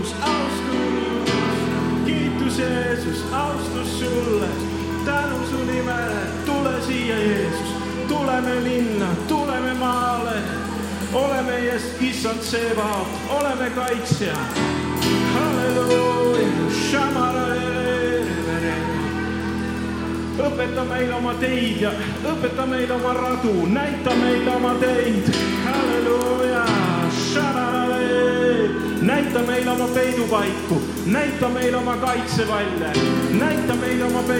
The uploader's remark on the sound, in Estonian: Audio salvestus koosolekult